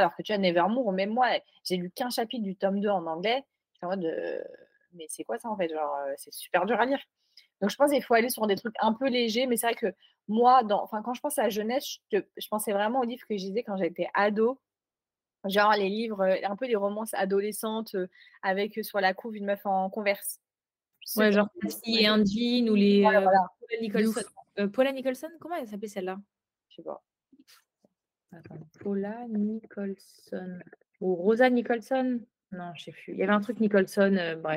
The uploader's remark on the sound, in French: on enregistre cet épisode à distance donc la qualité n'est pas incroyable